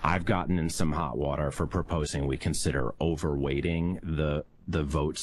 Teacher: Kind of that Northeast intellectual, very effeminate, vocal fry-y voice.